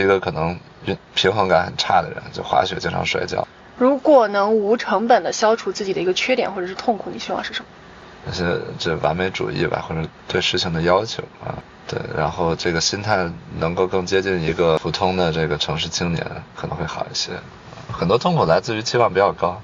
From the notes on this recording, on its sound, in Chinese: 后面每个话题都是纯临场，连大纲都没有。因为边开车边录的，有点吵……已经尽量降噪啦，下次有室内录制！